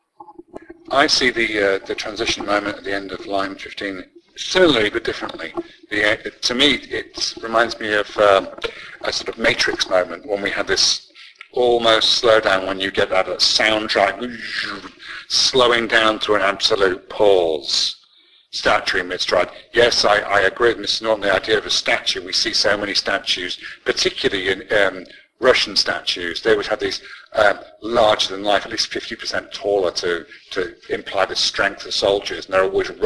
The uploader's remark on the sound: Apologies for the sound quality - this episode was obviously recorded in lockdown.